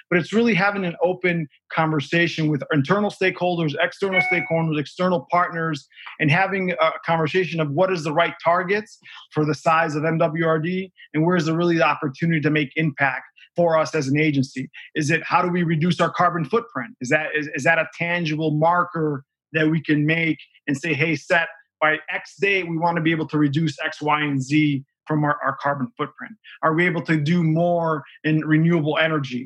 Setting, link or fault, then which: link, video call